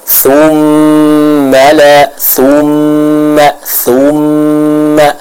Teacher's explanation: Hukum gunnah ya. Harus kita sempurnakan dua harokat gunnahnya, jangan terlalu terburu-buru